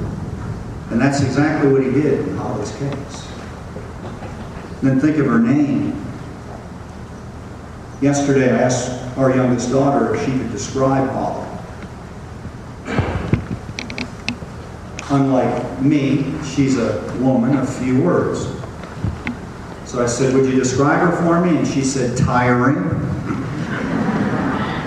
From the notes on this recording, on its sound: The audio is not great quality